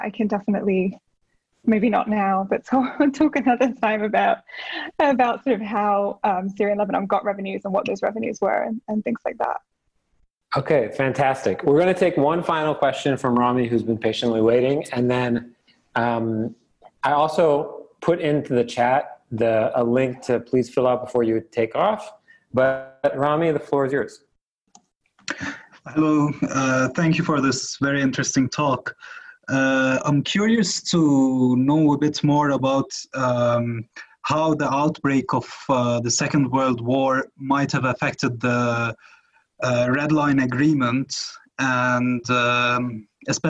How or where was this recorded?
video call